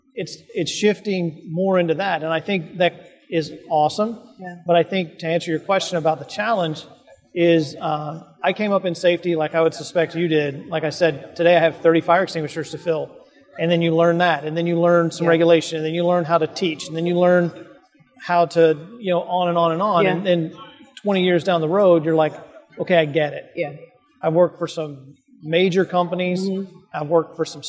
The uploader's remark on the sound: NSC Live. Live from the Expo floor of the NSC Congress.